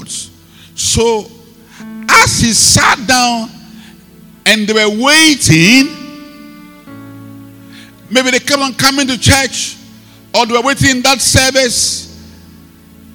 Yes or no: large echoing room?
yes